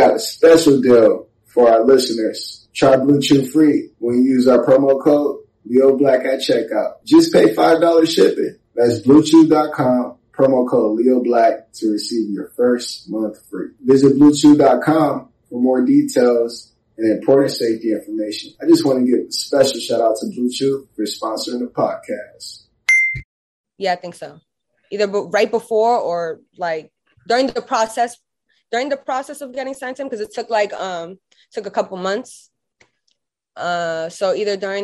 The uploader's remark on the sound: full zoom interview